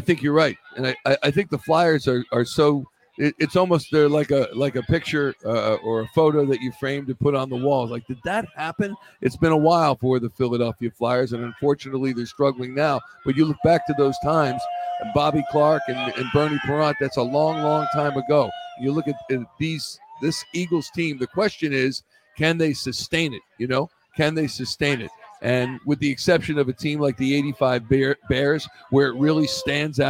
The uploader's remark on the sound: We're Live from Philly’s Sports Bar & Grill in Arizona for Live edition of the Takeoff Podcast on the eve of the Super Bowl.